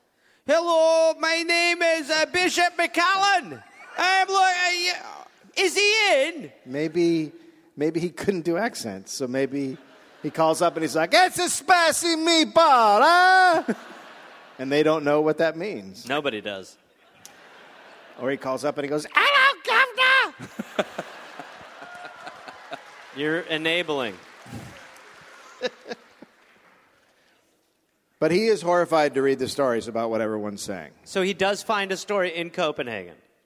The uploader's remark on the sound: Recorded live at Hamer Hall in Melbourne.